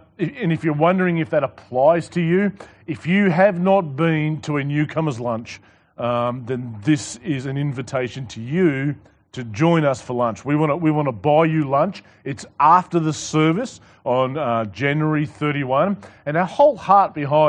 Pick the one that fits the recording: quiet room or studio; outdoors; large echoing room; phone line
large echoing room